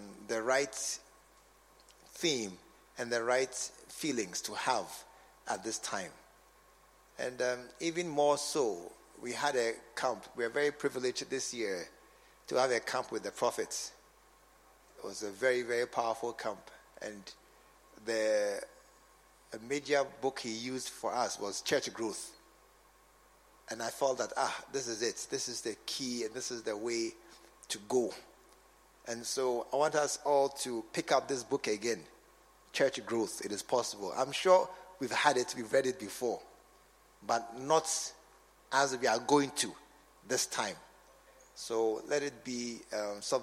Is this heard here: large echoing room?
yes